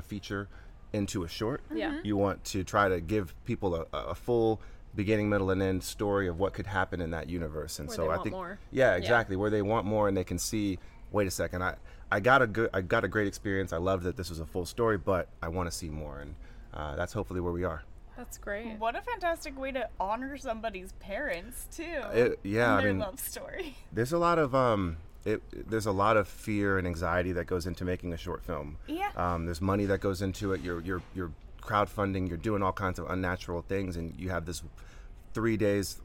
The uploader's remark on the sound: We are live, on-location at the TCL Chinese Theatre for the 19th annual Oscar Qualifying HollyShorts Film Festival , as the official podcast partner.